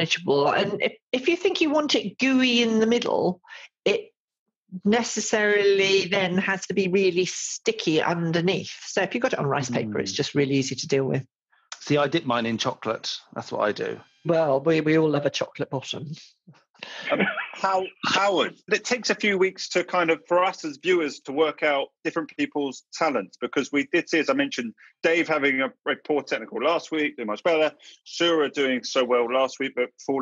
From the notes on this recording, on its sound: we recorded this podcast remotely via Zoom